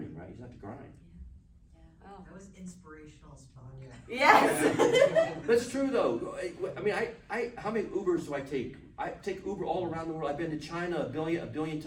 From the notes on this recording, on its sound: panel recorded at Days of the Dead Chicago on November 21, 2021